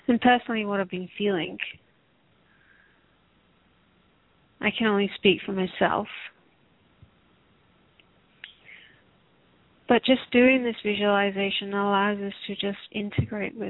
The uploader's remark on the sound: Takes your calls for healing live today!